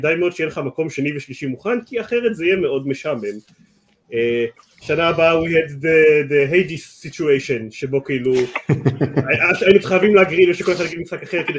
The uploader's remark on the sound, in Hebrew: כרגיל עבור סיכומי שנה, הפרק הזה הוקלט בהנגאאוט חי, ששודר דרך יוטיוב ו פייסבוק . בגלל זה איכות הסאונד המחורבנת, ואנחנו מצטערים על זה.